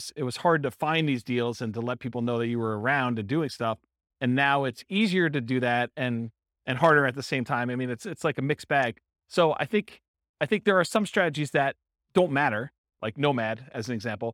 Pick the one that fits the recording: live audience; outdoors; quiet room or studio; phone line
live audience